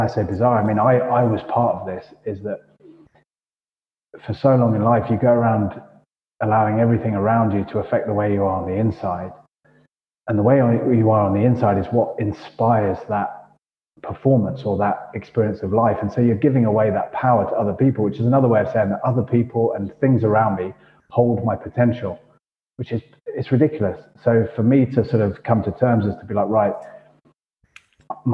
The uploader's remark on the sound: Our audio is not the best, sorry!